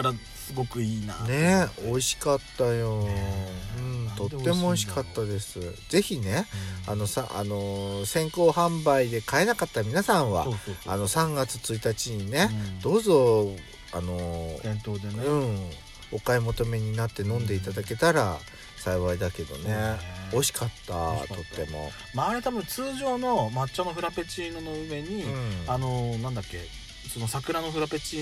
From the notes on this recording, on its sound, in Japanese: パーキング収録